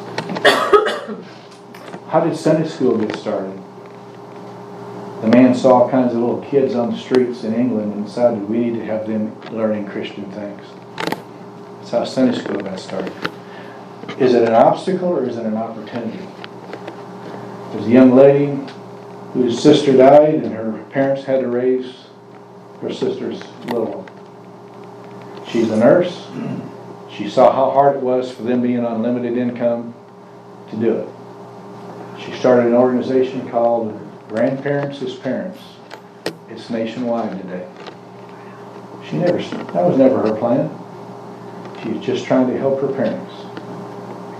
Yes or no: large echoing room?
yes